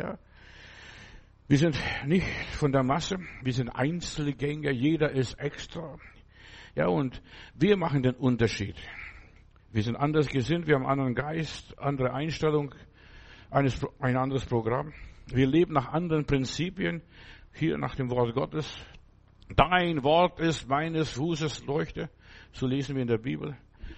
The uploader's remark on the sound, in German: März 2024 im Gemeinde-Zentrum in Berlin aufgenommen.